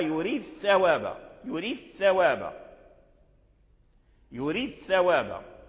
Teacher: فبعض القراء أدغم الدال عند الثاء